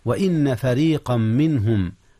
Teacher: إدغام تنوين فريقا في ميم منهم، فريقا منهم إدغام بغنة